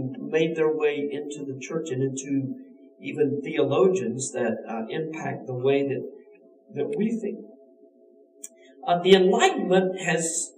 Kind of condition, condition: fault, poor sound quality